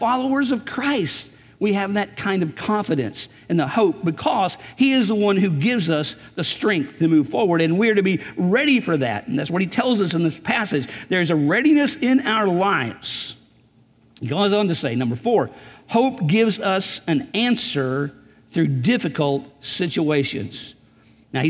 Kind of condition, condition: setting, large echoing room